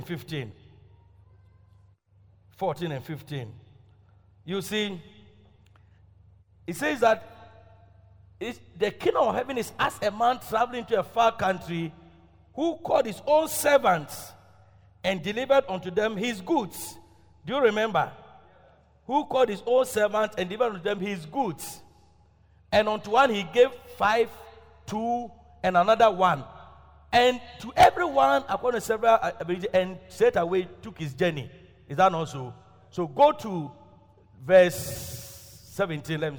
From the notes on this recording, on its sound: Preached at Loyalty House, Abbey, Dahwenya